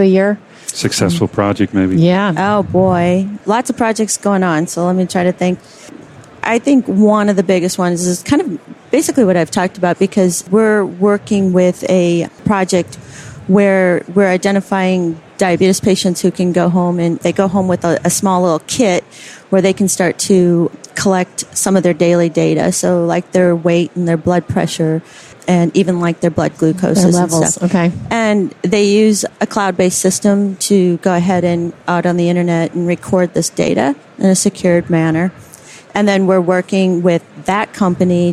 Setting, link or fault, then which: setting, busy venue